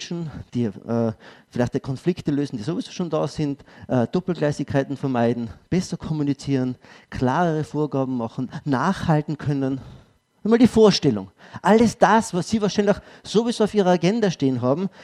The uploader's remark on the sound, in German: Ausschnitt aus dem ÖGWT-Vortrag "Wirksame Mitarbeiterführung".